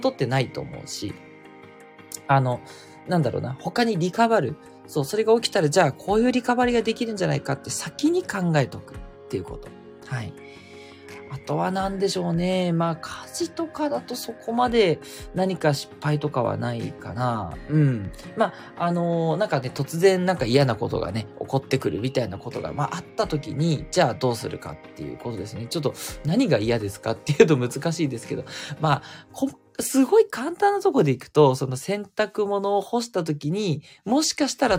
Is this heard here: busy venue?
no